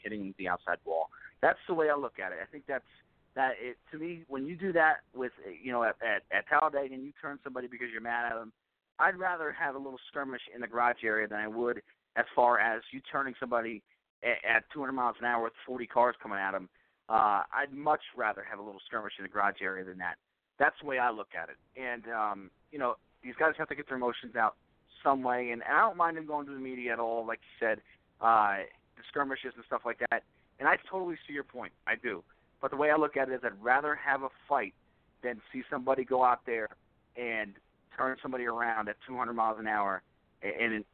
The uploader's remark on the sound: We take your phone calls.